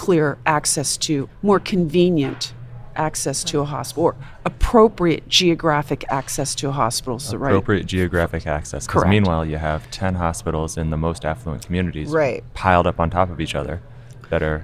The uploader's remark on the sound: recorded at the 2021 AAHKS Annual Meeting